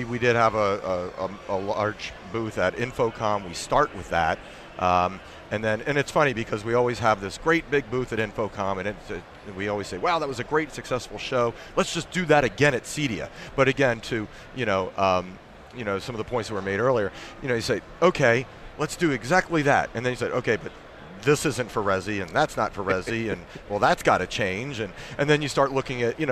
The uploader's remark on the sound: We are live from CEDIA Expo 2014. There are a cast of contributors from manufacturers to integrators and programmers.